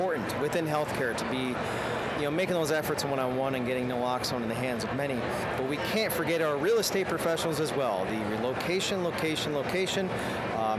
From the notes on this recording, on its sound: Live and in person at the 2022 RxSummit Conference which hosted anyone and everyone affiliated with and touched by our country's Drug Crisis. Many of those conversations were recorded and contained within this dynamic conference summary episode of the Pain Pod!